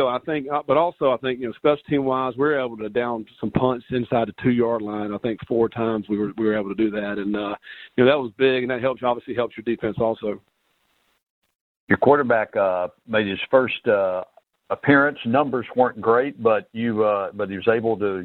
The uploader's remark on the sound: Sun Belt media teleconference